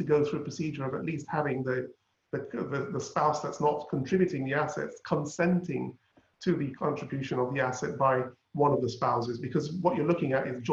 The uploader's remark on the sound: Webinar audio recording dated 3 Jun 2020.